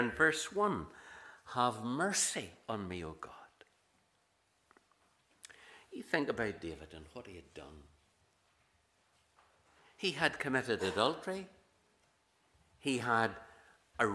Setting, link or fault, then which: setting, large echoing room